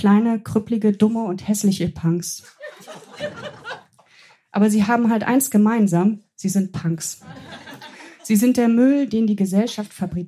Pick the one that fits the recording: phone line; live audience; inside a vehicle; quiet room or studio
live audience